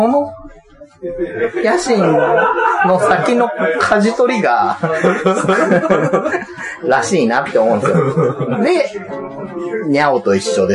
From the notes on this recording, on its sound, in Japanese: 居酒屋収録なので聞き取りずらいかもしれませんがご了承ください。